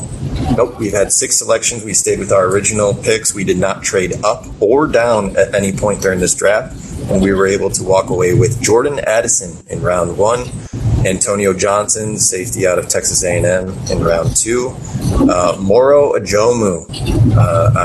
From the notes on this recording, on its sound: Apologies for the poor audio, which will hopefully improve as we move forward!